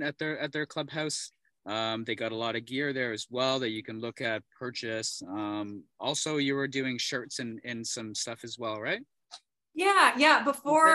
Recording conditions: video call